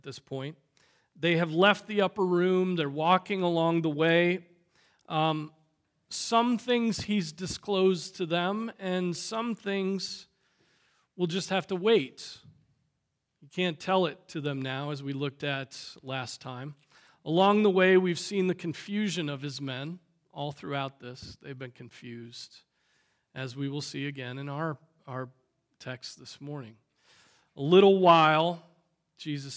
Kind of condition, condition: setting, large echoing room